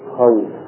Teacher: الواو الساكنة المفتوحة ما قبلها تخرج من الشفتين · Term: حرفي لين